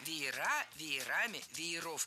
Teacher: слово «веер» имеет ударение на корне в единственном числе и ударение на окончании во множественном